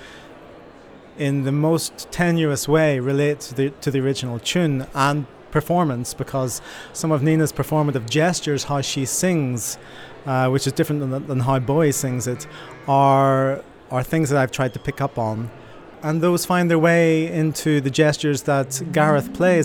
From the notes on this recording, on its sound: Recorded at this year’s Huddersfield Contemporary Music Festival